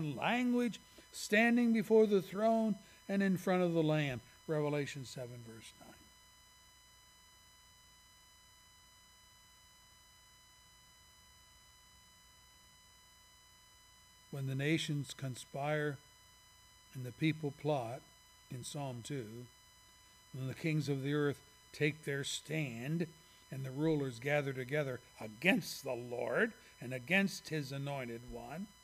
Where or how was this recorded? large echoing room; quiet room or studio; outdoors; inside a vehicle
large echoing room